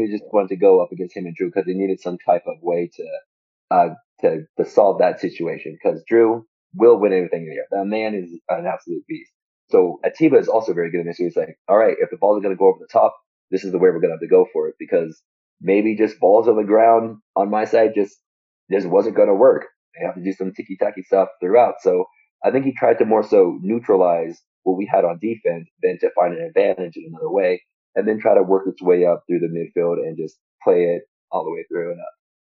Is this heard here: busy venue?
no